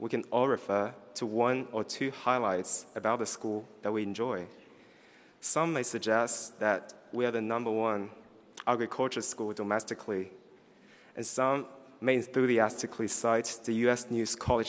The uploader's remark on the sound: gives the student address at the UC Davis College of Agriculture and Environmental Sciences AM commencement on June 15, 2018